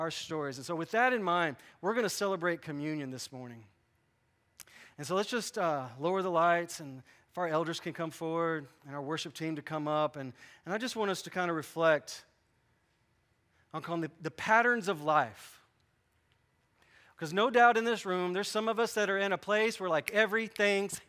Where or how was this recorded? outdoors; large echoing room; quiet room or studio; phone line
large echoing room